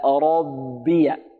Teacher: الباء الأولى الساكنة هذه من الباء المشددة مرققة